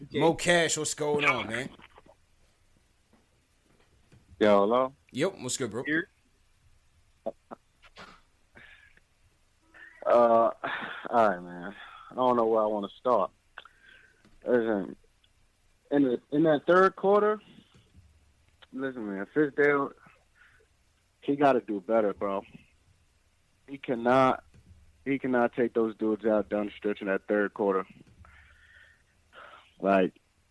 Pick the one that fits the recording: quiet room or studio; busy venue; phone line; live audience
phone line